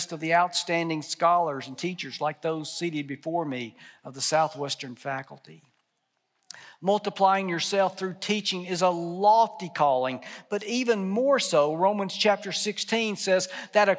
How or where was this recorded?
live audience